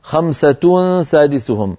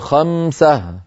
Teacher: هذه الهاء في أغلب لهجات العرب تكون في الوصل تاء وفي الوقف هاء · Term: هاء التأنيث